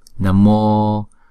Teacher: Chữ O là hai nhịp. Diphthong chúng ta đọc hai nhịp.